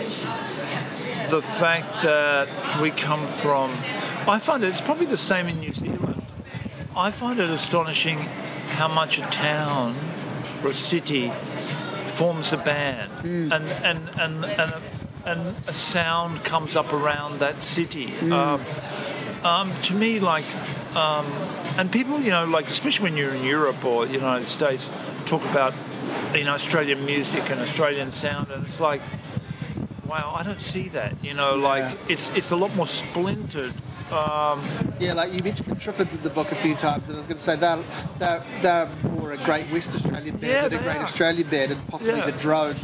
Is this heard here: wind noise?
yes